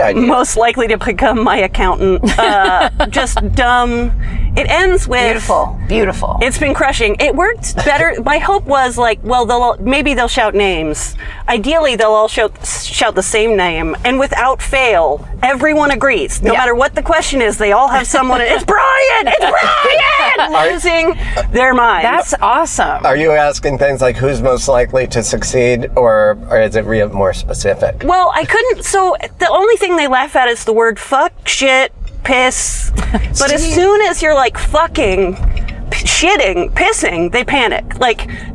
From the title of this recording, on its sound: In the Car